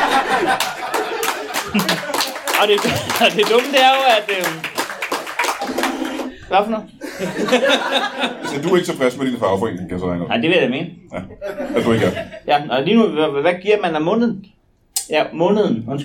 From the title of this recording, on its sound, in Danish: LIVE fra Roskilde